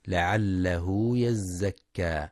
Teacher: ينتبه القارئ لمد الصلة الصغرى في لعله يزكى، يمد بمقدار 2 حركات فقط